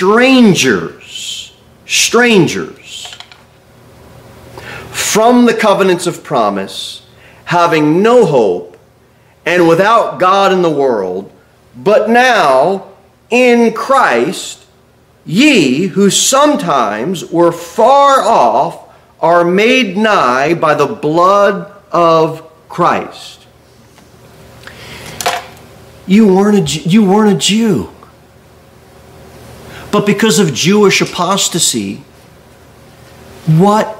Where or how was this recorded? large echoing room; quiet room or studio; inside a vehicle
large echoing room